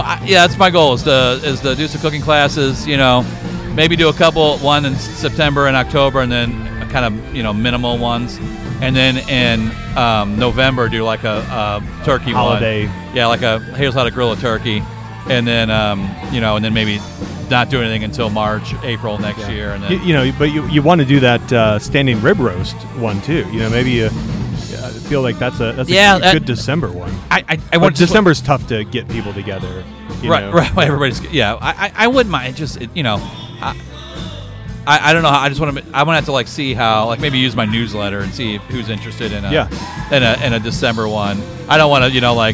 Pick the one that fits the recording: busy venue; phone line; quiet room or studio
busy venue